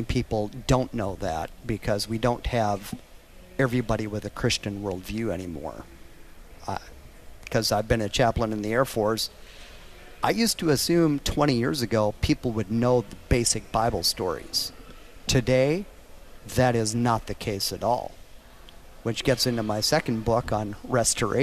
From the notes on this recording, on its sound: Live from the Man Up Confrence Fort Mill SC.